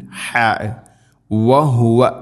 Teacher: ഹ വഹുവ, ഹ തൊണ്ടയുടെ താഴെ ഭാഗം